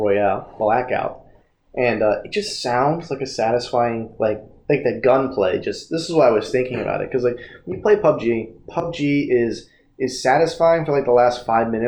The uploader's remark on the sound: If you couldn't tell, we forgot to plug in our good mics! While the sound quality may not be the best.